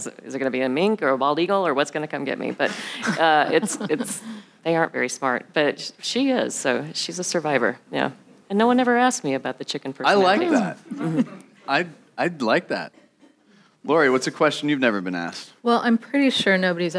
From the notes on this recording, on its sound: In our first live taping of Exceptional Women Out West, at the WPI North America meeting in Portland.